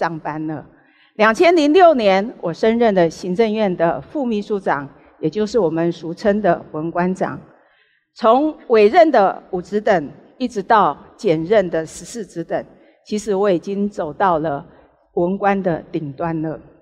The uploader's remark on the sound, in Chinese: 本集節目取自【2023突破者知識跨年饗宴】現場錄音。